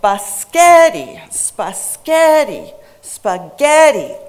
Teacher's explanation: the center syllable was pronounced louder, longer, and higher than the rest of the syllables